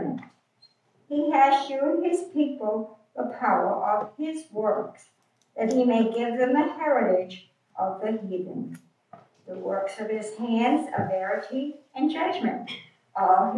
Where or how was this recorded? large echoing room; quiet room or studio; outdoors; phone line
large echoing room